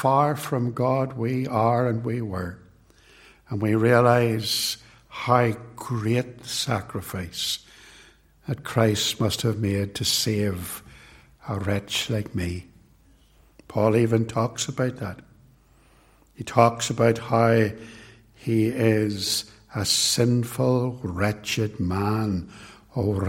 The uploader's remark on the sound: It was recorded at TRC.